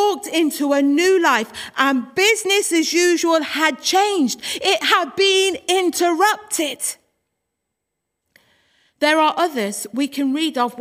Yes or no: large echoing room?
yes